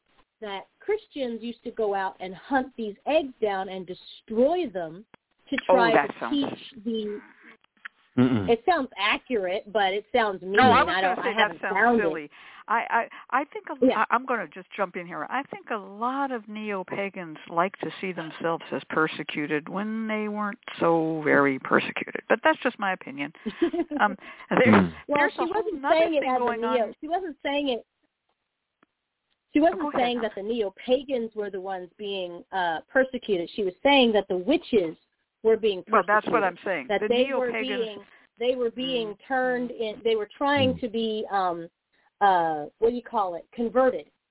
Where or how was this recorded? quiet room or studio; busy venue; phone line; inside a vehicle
phone line